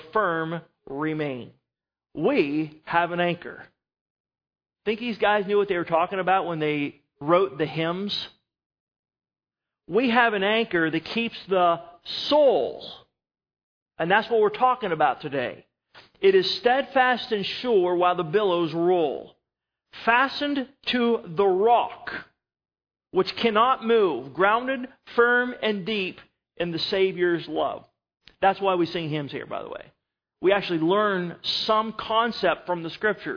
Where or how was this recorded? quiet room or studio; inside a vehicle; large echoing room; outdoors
large echoing room